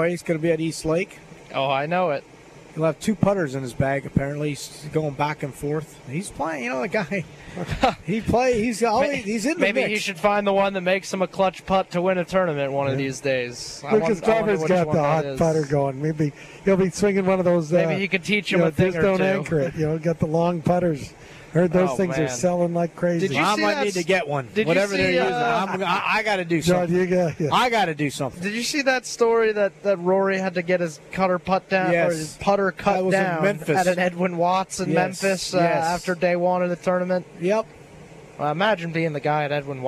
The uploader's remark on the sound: LIVE from Terry Thompson Chevrolet!